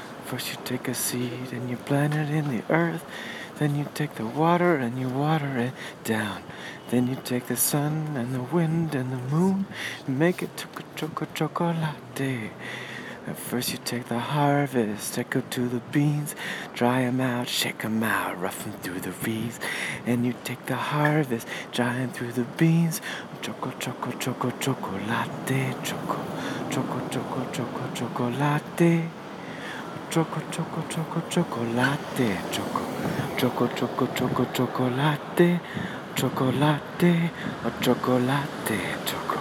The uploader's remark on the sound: Recorded on the street in Manhattan.